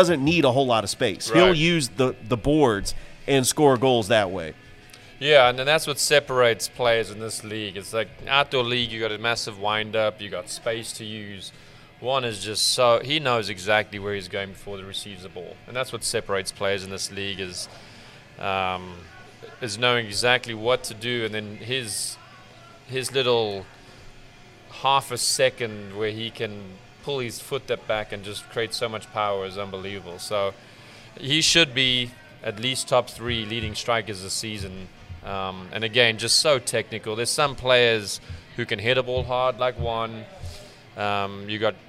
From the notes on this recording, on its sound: Live from Ivy Park Sports and Grill.